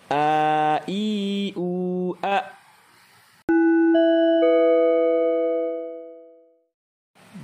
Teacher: alif ada di tenggorokan bagian bawah.